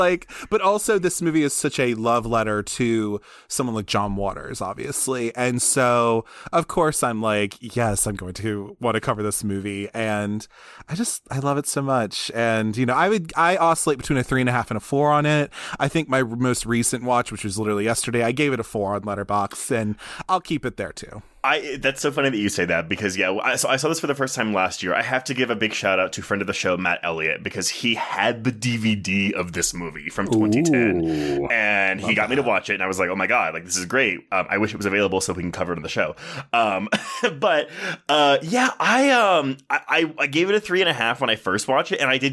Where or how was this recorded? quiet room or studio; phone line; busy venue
quiet room or studio